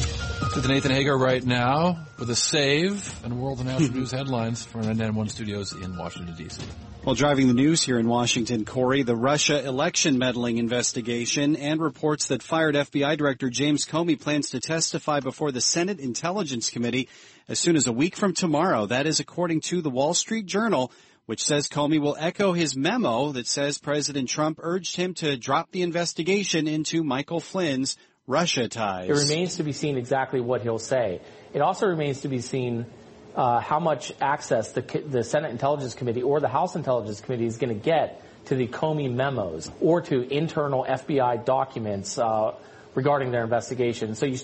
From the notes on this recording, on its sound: from the Industrial, Automotive and Transportation Conference in Boston